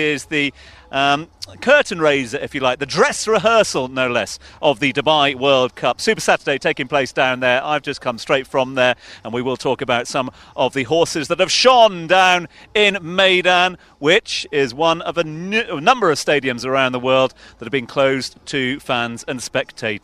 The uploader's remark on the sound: From their original home Barasti.